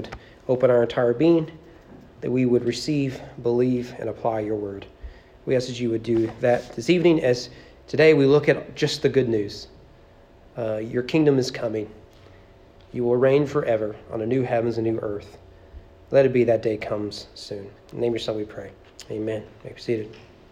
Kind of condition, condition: setting, large echoing room